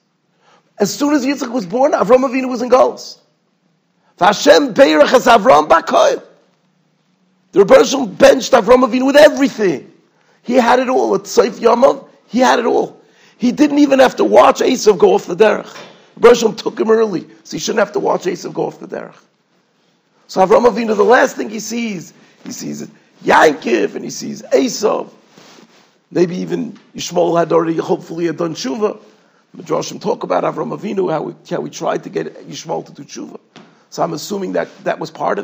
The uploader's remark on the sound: Shiur recorded in Yeshivas Ohr Reuven, Monsey, NY.